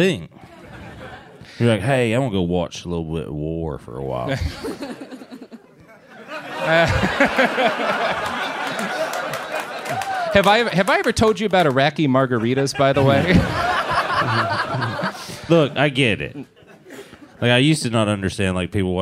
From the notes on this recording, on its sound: LIVE from Dynasty Typewriter in Los Angeles